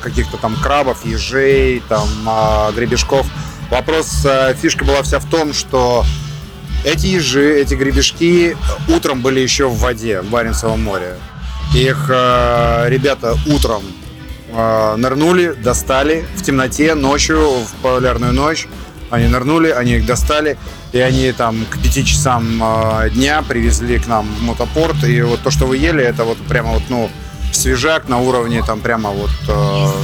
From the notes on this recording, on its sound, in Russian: Записано в рамках 7-го международного мотослета «Мотобалаган», в столице Арктики, городе Мурманске 9-10 декабря 2022.